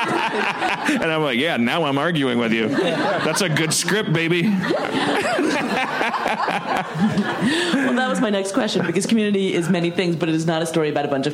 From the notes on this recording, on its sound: What's Your Pitch? panel from ATX. Recorded at ATX Television Fest in June 2015.